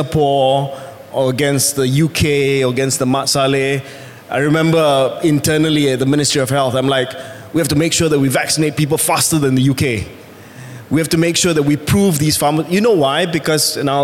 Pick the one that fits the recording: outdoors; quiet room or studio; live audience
live audience